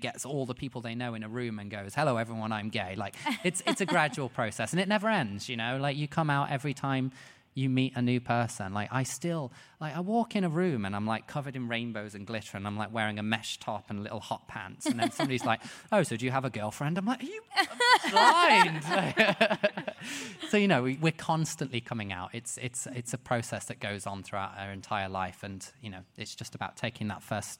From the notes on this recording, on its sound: Live at VidCon London. Heads out of the studio and in front of an audience.